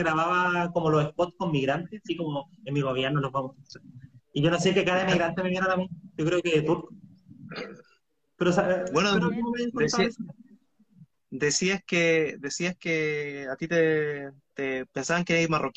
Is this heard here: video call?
yes